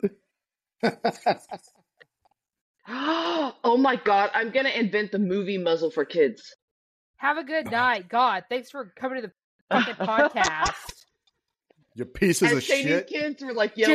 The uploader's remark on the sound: we apologize for all of the technical difficulties